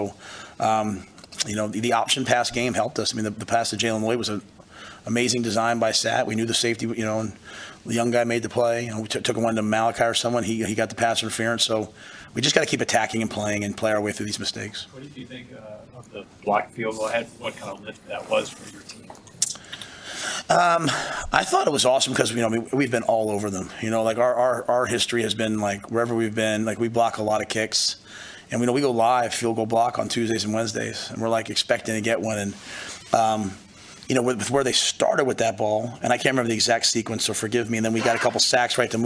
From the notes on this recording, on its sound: Purdue Post Game Press Conference.